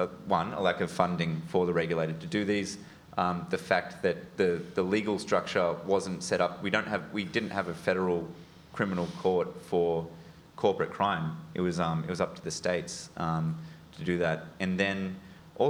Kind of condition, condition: setting, live audience